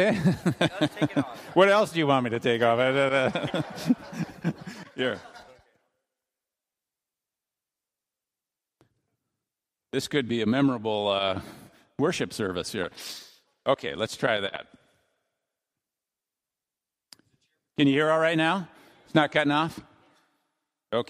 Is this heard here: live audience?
yes